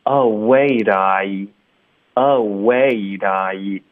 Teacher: t 的音同时也会浊化成一个 d 的音